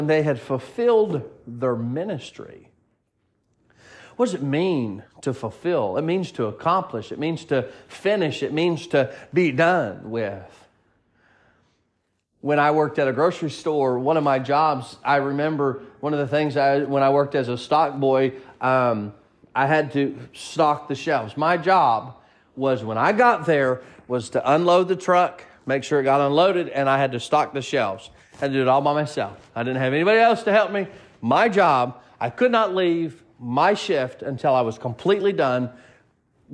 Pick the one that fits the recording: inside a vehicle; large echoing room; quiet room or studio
large echoing room